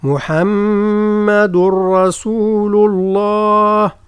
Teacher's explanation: ثم الميم فيها غنة مقدارها يعني ألف أو مقدارها حركتان، محمد رسول الله، ثم التنوين متاع محمد يدغم في الراء